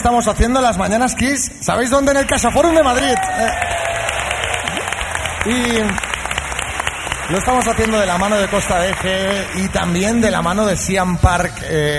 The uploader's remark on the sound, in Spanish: Las Mañanas KISS en directo desde MADRID. Este jueves hemos estado disfrutando en directo de la compañía de todos los oyentes que he han acercado al Caixaforum de Madrid para disfrutar del show que hemos tenido en directo.